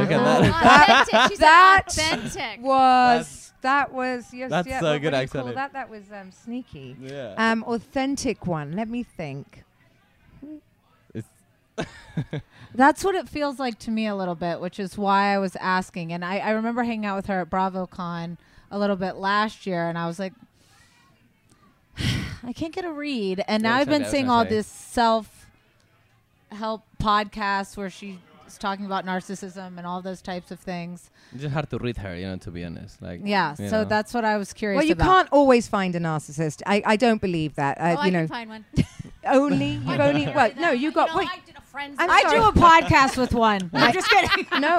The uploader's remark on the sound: Live from BravoCon